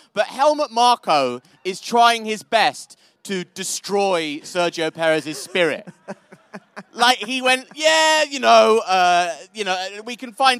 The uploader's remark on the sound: Live From The Silverstone Grand Prix. Record live from the track in front of an audience.